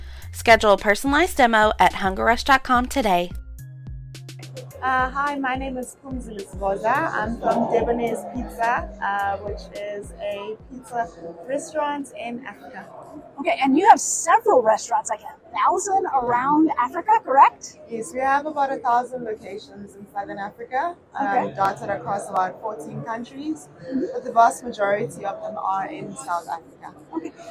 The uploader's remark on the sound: This week, we bring you more of Pizza Expo Sessions on The Hot Slice Podcast from the show floor at Pizza Expo. Be patient with the sound.